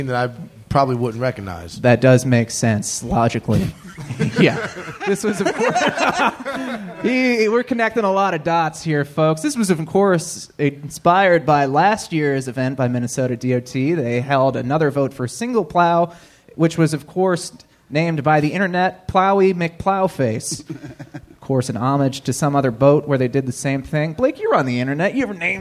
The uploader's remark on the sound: This live talk show is recorded in front of a human audience at 7:00 PM on Thursdays at Chameleon in Northside, Cincinnati.